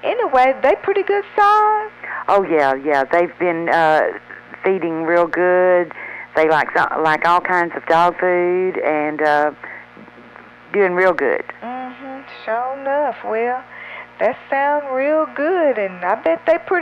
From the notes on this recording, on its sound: Prank Phone Calls